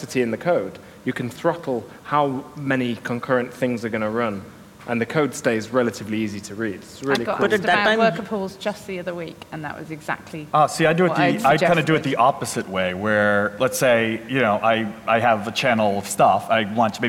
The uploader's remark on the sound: LIVE from Gophercon UK. LIVE from LondonGophers as part of GopherCon UK!